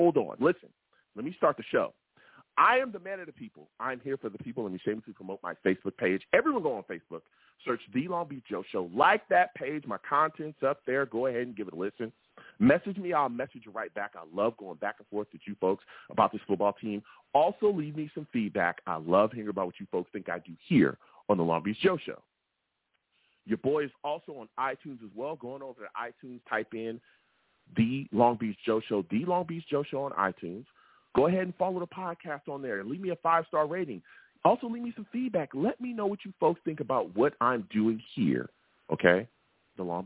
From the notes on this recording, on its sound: I take live callers!